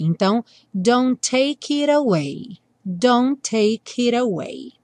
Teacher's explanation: O take já vai juntar com it, take it. Take it, e o it vai ter o T mudado para rarará para juntar com away